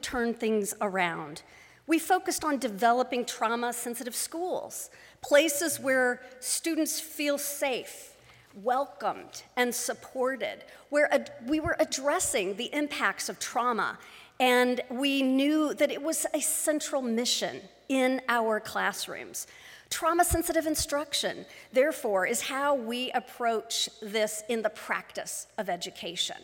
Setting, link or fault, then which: setting, large echoing room